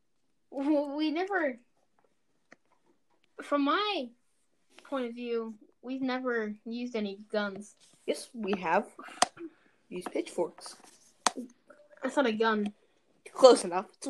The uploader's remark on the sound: Sorry for the audio mess up.